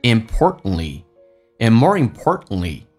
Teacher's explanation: t 跟 n 在一起，t 是不发音，t 跟 l 在一起组合，t 也不发音